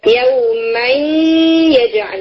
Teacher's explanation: جی ادغام بغنا ناقص اگر نون ساکن یا تنمین کے بعد واؤ اور یا آ جائے تو نون اپنا مخرج تو چھوڑ دیتا ہے مگر اپنی کوالٹیز میں سے غنہ کی کوالٹی کو نہیں چھوڑتا اور مرج کرتے ہوئے غنہ کو اپنے ساتھ رکھتا ہے. · ٹھیک ہے جیسے یومن یجعل میں من اس نون کا ادغام ہوگا آگے والے یا میں تو آپ کو یا کے ساتھ نون کی غنہ کی آواز سنائی دے گی کیونکہ یا میں تو غنہ نہیں ہوتا نا اس لیے جو غنہ کے بعد اب آپ کو آ رہی ہے وہ نون کی ہے یومن یجعل تو یہ ادغام غنہ ہے اور ناقص ہے.